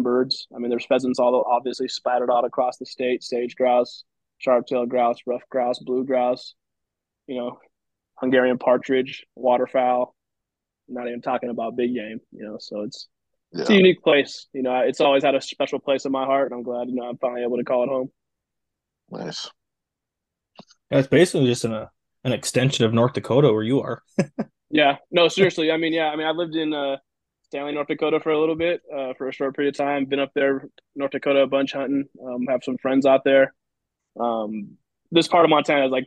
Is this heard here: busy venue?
no